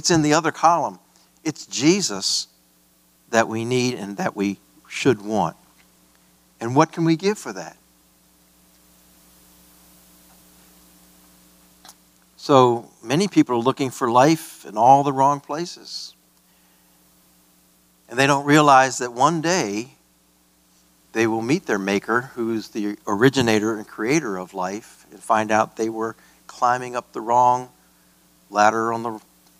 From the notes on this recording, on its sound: This message was preached at a Free Grace Alliance regional conference at Emmanuel Baptist Church in Starkville, MS.